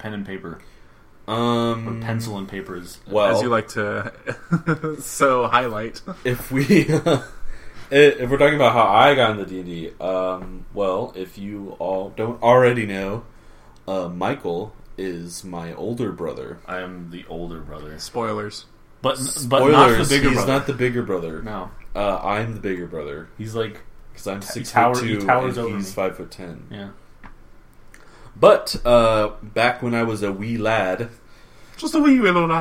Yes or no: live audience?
no